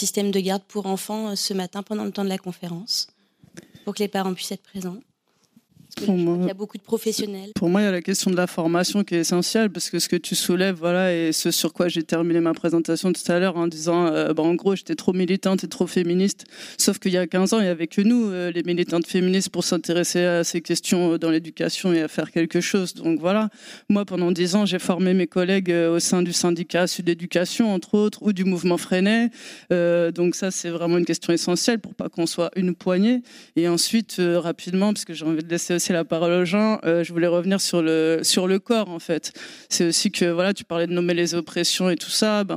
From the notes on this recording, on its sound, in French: À l'occasion de ce festival, j'ai eu le plaisir de participer à une table ronde au Manège de Reims.